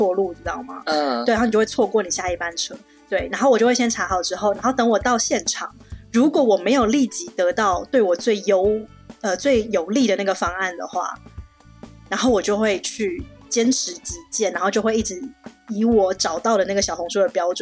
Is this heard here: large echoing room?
no